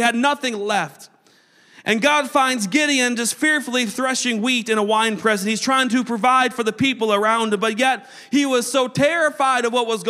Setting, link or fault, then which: setting, large echoing room